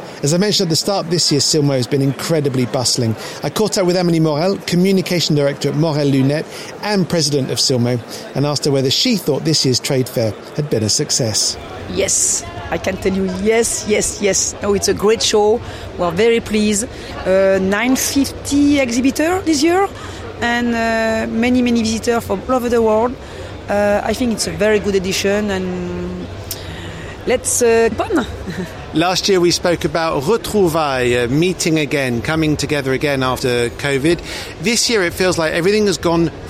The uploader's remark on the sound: "live" from Silmo Paris 2023.